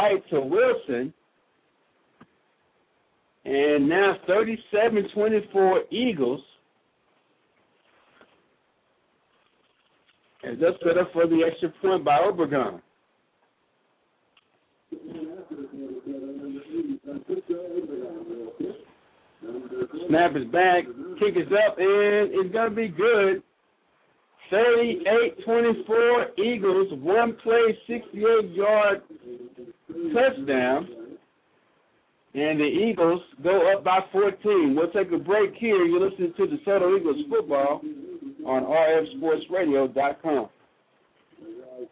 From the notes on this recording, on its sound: Live broadcast of the #2 team in the nation, the Desoto Eagles.